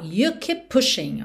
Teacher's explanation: keep, termina em P, pushing começa em P, você junta num P só